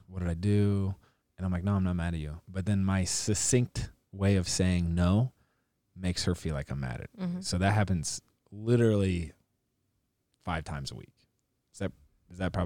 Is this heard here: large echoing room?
no